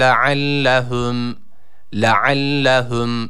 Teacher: Yine ayn harfi var. Boğazımızı sıkıyoruz. Boğaz harfi olan ayn harfini çıkarmaya çalışıyoruz.